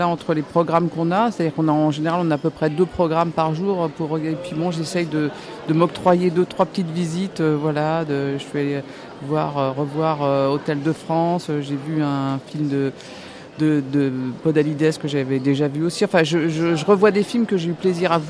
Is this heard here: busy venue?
yes